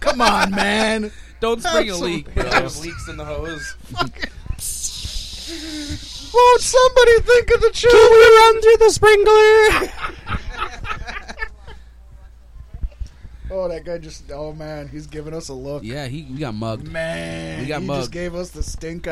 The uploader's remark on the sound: This week we are LIVE from the Galactic Get Down in beautiful Houston, MN.